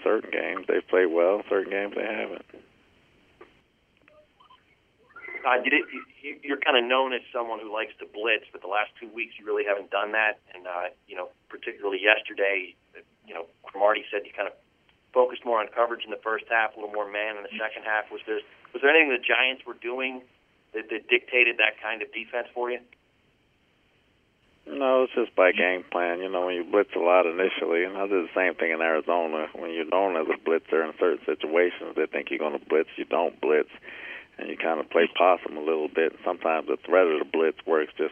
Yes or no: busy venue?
no